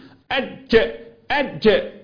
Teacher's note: بالنسبة لحرف الجيم الخطوات بتاعته، عندما أقول أج لاحظ الآتي، أج لا ده فيه تضام في الهزة في الأوتار الصوتية، أج أج اللي هو صفة الجهر حبس الهواء